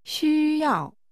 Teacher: The tones are high level and falling.